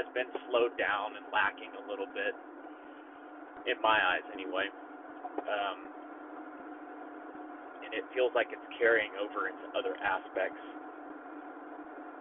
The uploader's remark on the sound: It was an off the cuff recording that happened in my truck, so I'll have to apologize for the audio in advance.